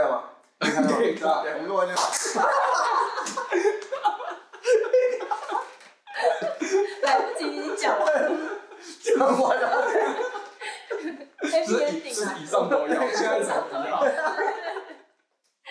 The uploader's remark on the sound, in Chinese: 試錄集，錄音品質敬請見諒。